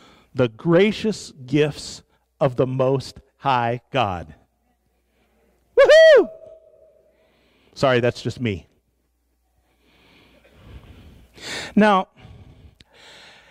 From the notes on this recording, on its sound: live from Sacramento First Church of the Nazarene in 2019